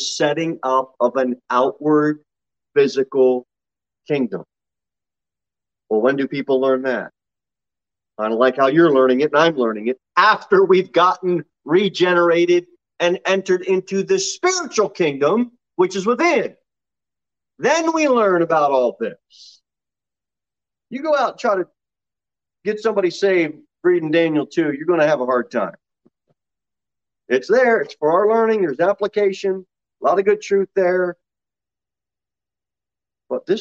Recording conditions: large echoing room